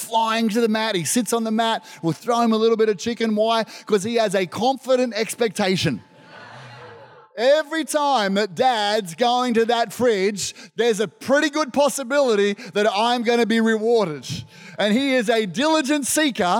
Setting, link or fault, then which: setting, large echoing room